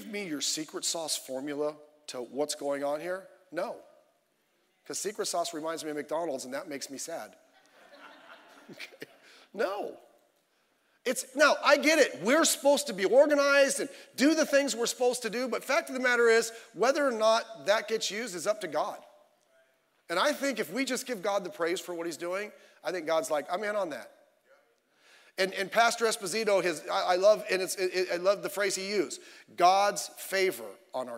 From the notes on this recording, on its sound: Sunday Evening Service